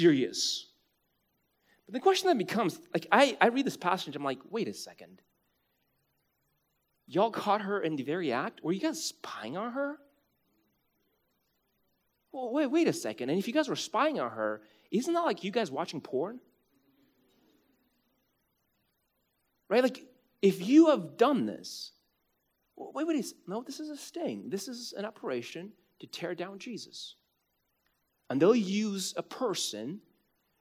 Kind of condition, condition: setting, large echoing room